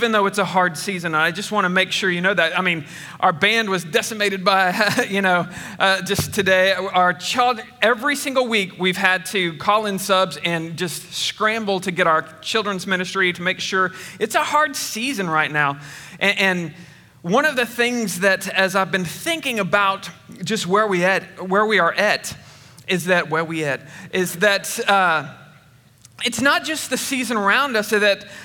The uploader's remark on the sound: Recorded on 8/22/21 at Connection Point Church